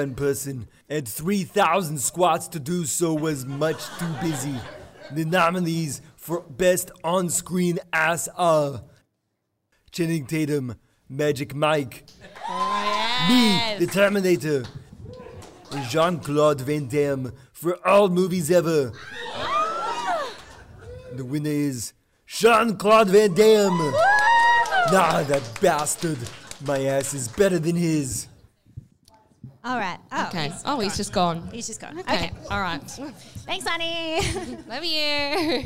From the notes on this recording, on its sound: Dude Cinema Awards/Farewell Live Show!